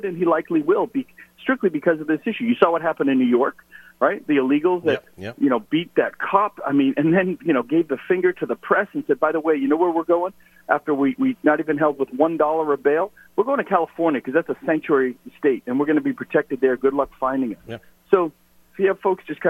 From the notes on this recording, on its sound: called into GMNH